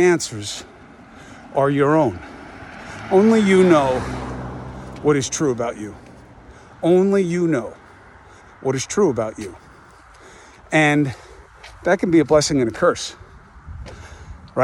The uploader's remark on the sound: Walk and Talk